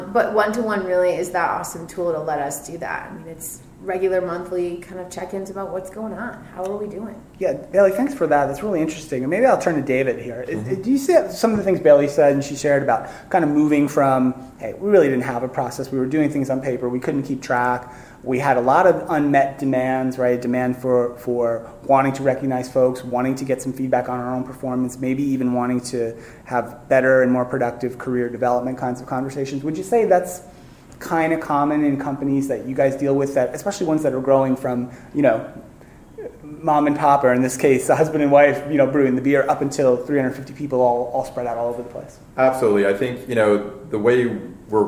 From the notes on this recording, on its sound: Live from Talent Space 2017.